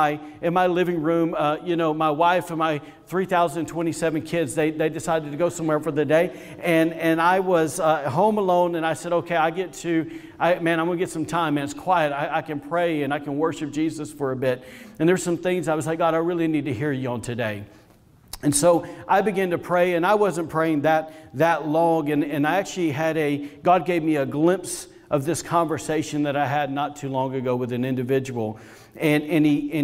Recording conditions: live audience